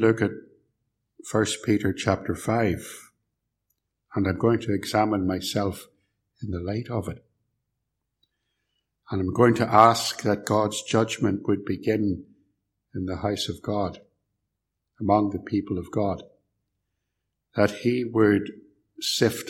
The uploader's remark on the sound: preached at Templepatrick Reformed Church